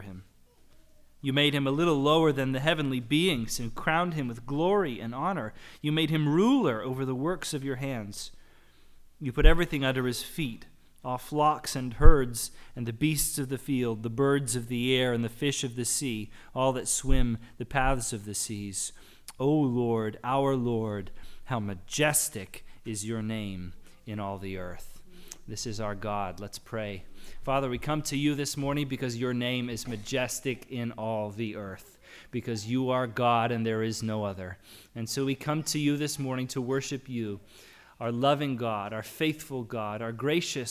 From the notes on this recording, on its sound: The audio recording of our worship service on June 12, 2022.